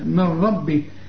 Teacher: النون اللي بعدها الراء إدغام كامل بدون غنة كأن النون غير موجودة